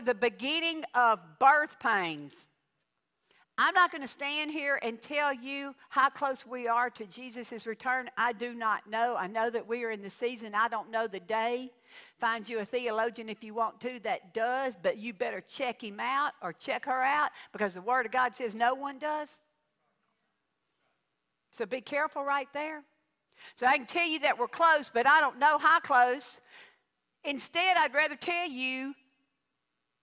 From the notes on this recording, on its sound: The podcast is a tutorial for living in our troubled times and it was recorded at my home church.